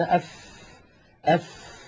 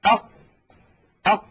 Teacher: فيجدون بأن مع الفاء يخرج هواء ويخرج نفس عند النطق بها · Shown in: first take